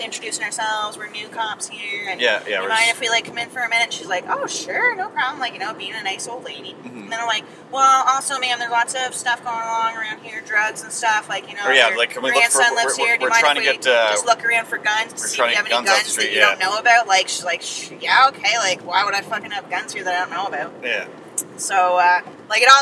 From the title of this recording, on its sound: Live From a Honda Fit